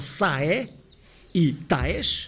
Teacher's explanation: perderam esse L, passando a sae e taes, com duas sílabas cada um